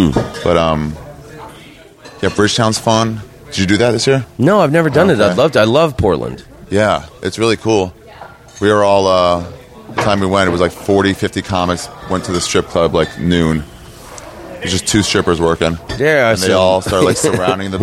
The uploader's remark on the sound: met up at the Moontower Comedy and Oddity Festival